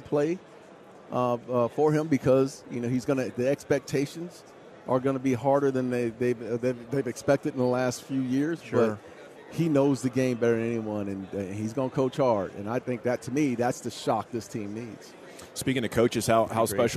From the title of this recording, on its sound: live from Super Bowl Radio Row